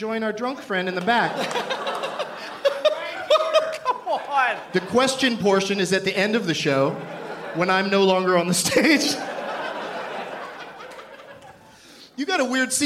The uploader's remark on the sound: Live from the Improv in Tempe, AZ